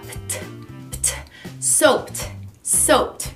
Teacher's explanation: A gente vai colocar o ED, vai ficar soaped. Mas mesmo com esse ED, a gente faz um som de T, T depois do P. Então vai ficar pt, pt, soaped, soaped, ok?